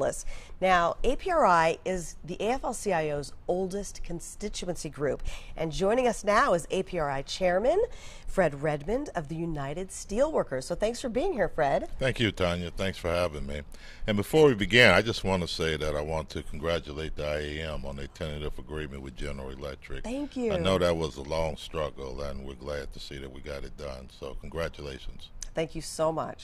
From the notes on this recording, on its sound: On-location at the 50th National Education Conference of the A. Philip Randolph Institute in Minnesota.